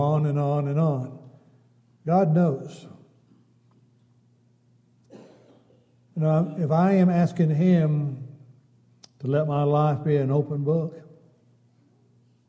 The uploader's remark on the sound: Downtown Church Of Christ Audio Sermon